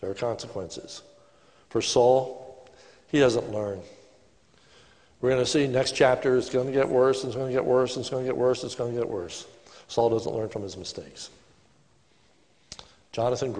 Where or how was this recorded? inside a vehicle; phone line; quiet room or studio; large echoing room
large echoing room